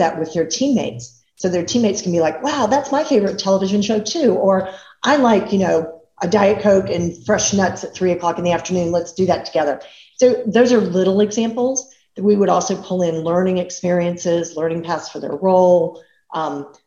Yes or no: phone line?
no